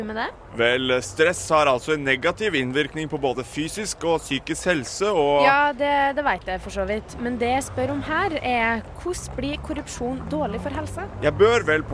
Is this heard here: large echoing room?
no